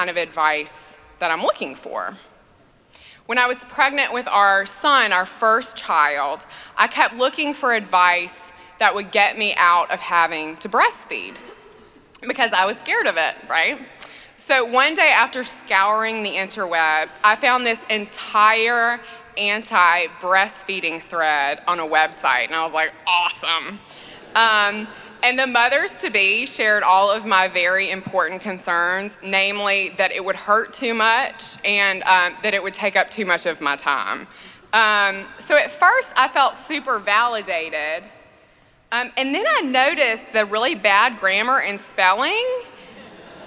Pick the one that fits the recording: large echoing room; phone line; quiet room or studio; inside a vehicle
large echoing room